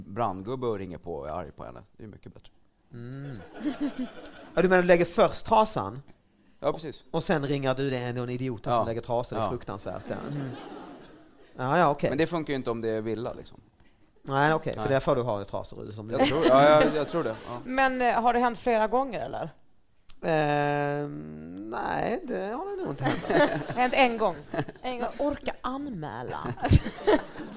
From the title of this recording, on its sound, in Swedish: Live i Stockholm!